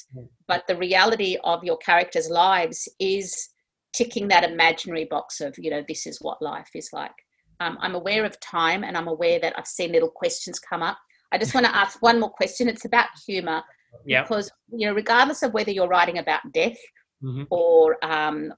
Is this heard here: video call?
yes